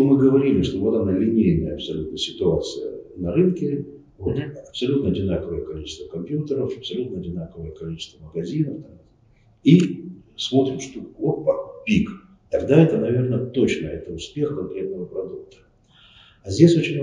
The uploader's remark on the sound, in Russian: По техническим причинам звук у подкаста своеобразный, но это вообще первое моё очное интервью, так что извиняйте.